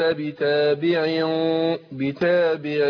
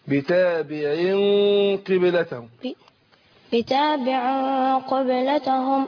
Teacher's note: بفخم الغنة هو في الإخفاء عشان حرف مفخم اللي بعد النون